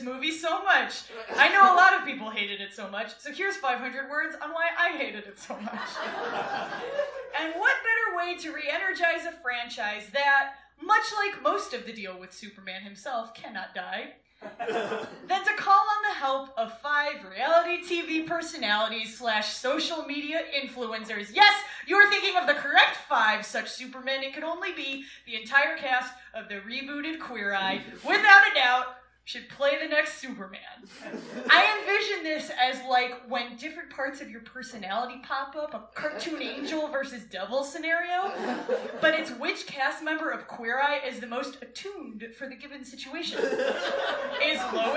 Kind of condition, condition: setting, live audience